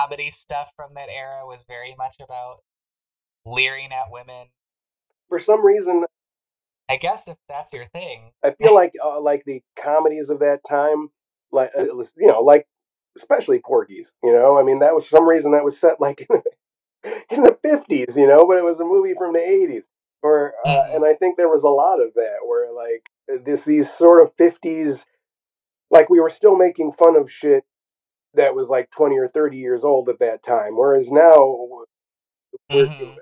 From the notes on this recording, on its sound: Please forgive our audio tribulations!